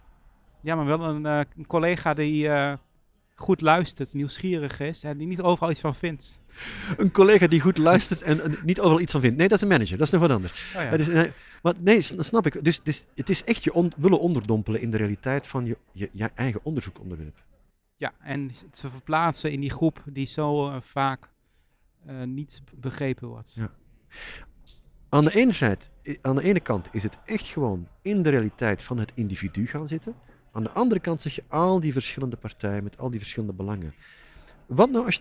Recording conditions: busy venue